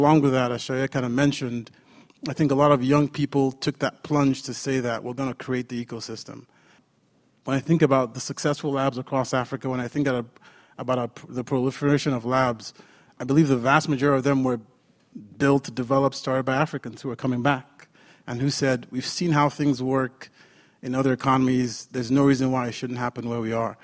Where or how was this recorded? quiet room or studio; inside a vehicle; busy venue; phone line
busy venue